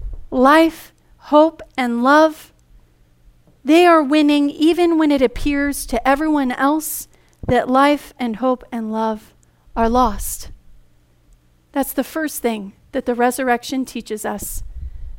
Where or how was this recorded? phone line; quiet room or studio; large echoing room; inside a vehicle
large echoing room